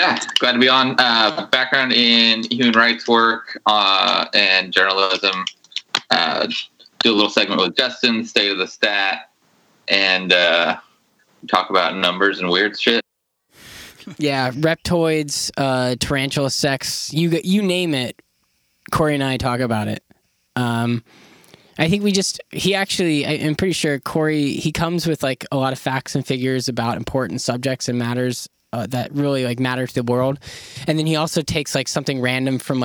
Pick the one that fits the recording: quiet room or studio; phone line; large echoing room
phone line